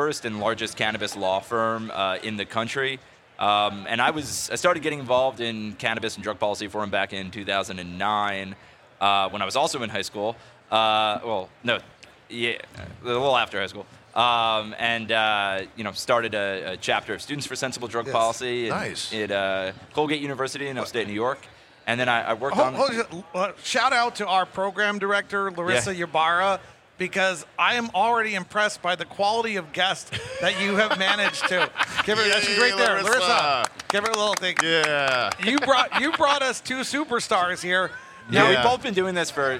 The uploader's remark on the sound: Recorded at MJBizCon 2023